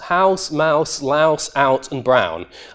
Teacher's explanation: And in my variety of English, these all have an ow diphthong in them.